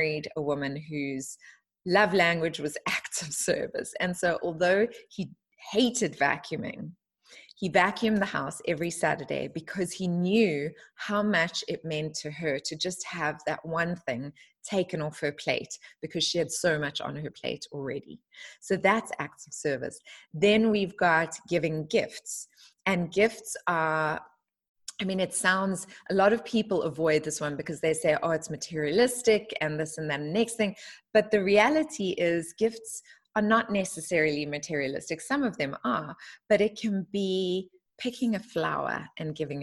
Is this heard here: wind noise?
no